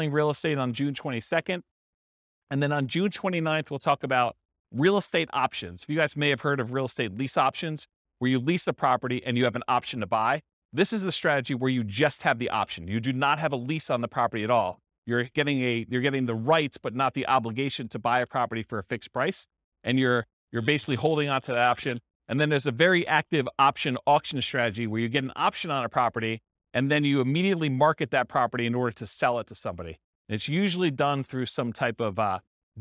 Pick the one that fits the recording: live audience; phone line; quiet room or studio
live audience